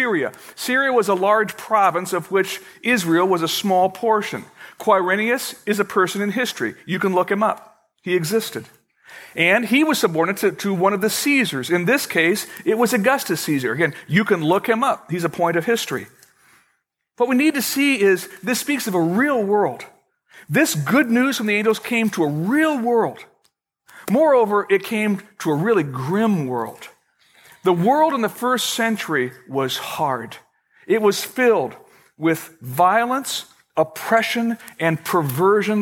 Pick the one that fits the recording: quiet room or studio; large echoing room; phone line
large echoing room